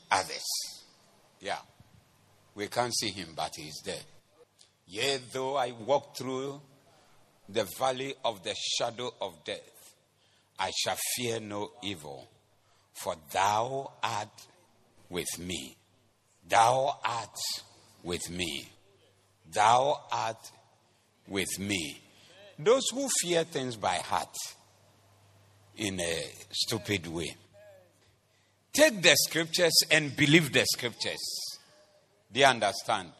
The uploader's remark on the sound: Preached at The Doxa Service